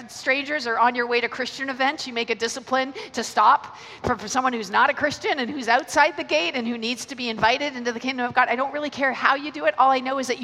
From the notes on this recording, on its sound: Keynote 1 from the Message Conference 2017 recorded at Victoria Warehouse on 17 November.